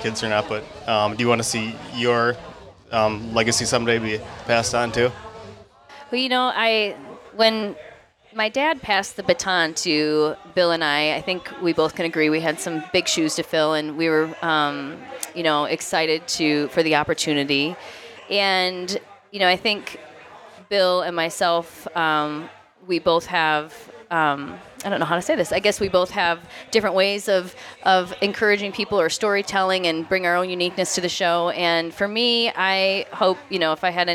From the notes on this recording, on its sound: Bound cabin in the Northwoods doing a live podcast. They are doing a Q&A with the live audience.